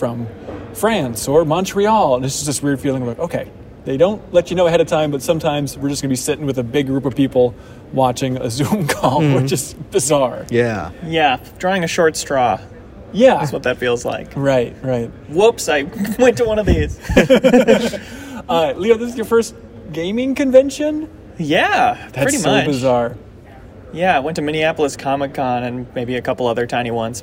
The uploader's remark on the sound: We're recording from the show floor at GDC 2022.